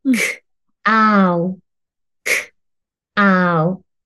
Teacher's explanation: 息だけの無声音ですよ。喉の方から息で。